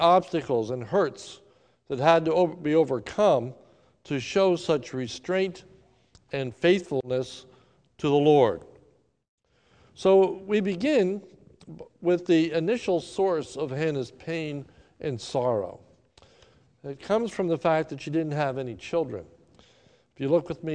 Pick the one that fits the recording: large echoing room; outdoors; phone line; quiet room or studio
large echoing room